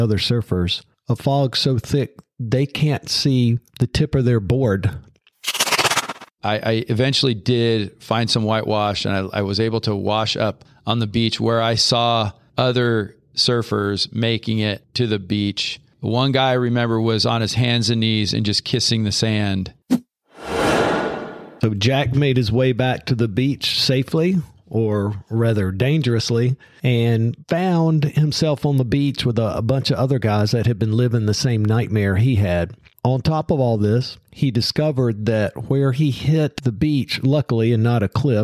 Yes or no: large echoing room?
no